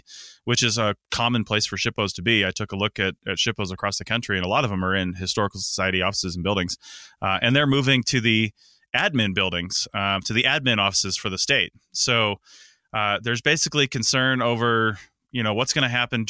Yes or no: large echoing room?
no